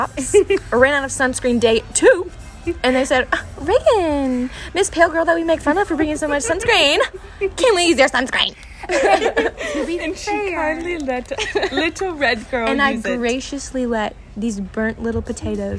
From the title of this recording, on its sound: Live from the Ship